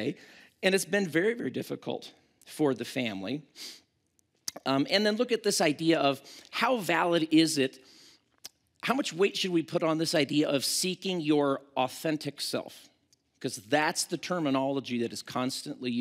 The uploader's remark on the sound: at Timberline Church